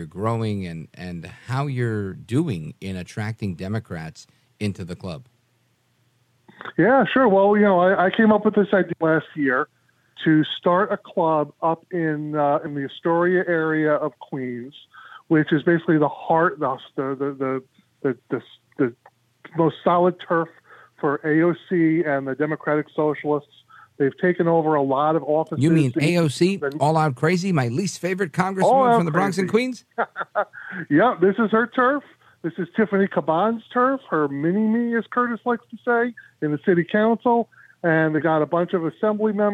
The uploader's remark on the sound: we take your calls in open phones across America